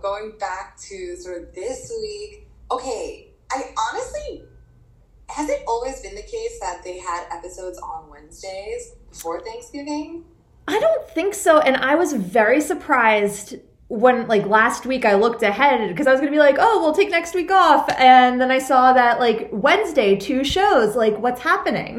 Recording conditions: poor sound quality